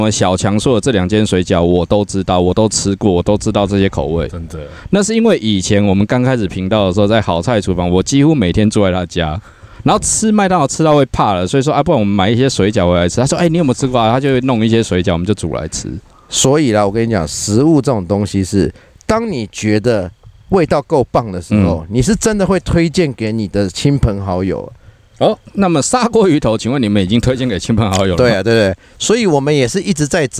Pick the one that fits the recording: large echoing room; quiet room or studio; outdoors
outdoors